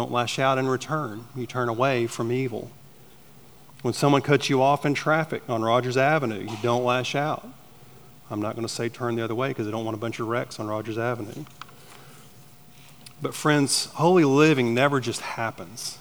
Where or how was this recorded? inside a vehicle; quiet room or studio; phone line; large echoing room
large echoing room